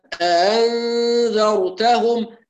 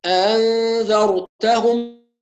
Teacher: الهمزة المفتوحة تسهل بين الهمزة وبين الألف وهو أصل الفتحة، الفتحة أصلها ألف، فالهمزة المسهلة المفتوحة تسهل بين الهمزة وبين الألف، ليست بين الهمزة والهاء